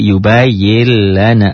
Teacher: Dibacanya menjadi yubayil lana. Seakan-akan di situ ada tasdid. Makanya di cetakan Indonesia, di atas huruf lam, di atas huruf ro, ada tasdidnya, ada sidahnya.